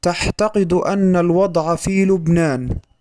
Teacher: وقد نطق أحد المذيعين العين حاء، وذلك لمجاورتها التاء التي أثرت في النطق عليها فأعطتها صفة الهمس فانقلبت العين حاء، وذلك في الفعل تعتقد في قوله تعتقد أن الوضع في لبنان، حيث قرأها هكذا تعتقد أن الوضع في لبنان، فأبدل العين حاء تحت تأثير التاء المهموسة. وهذا قانون من قوانين المماثلة الصوتية يسمى مدبر جزئي متصل.